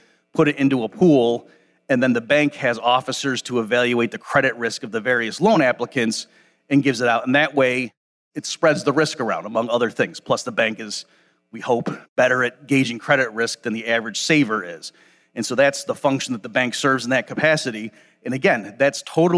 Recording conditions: live audience